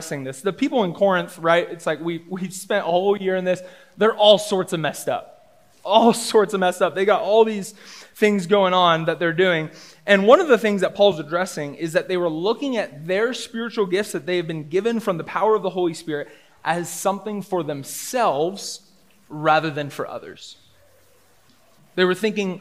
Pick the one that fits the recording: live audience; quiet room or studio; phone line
live audience